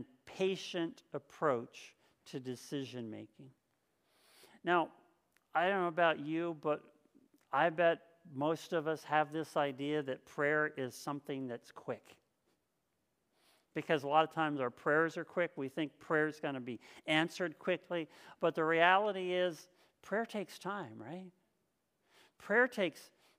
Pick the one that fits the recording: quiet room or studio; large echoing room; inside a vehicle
large echoing room